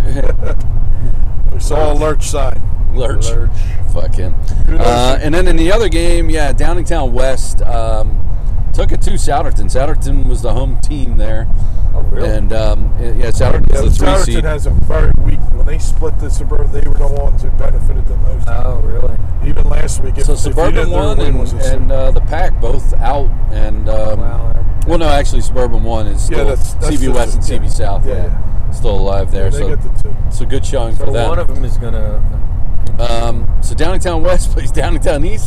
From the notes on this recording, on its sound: We are in the car driving up to Penn State for the big showdown vs Michigan.